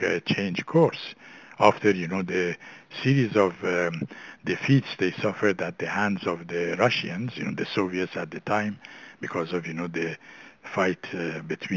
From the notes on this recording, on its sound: briefed the Middle East Forum in a conference call